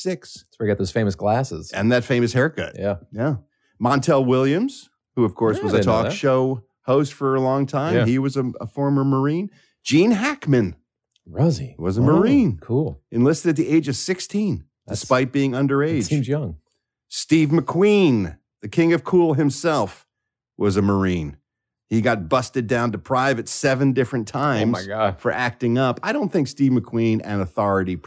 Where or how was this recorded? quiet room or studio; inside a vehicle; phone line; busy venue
quiet room or studio